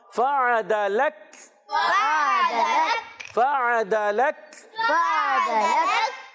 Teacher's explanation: عین کو حلق کے درمیان والے حصے سے، عین کو تھوڑا زور دیں گے